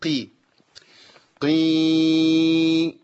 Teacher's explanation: الغنة شغالة في الكسرة وفي الياء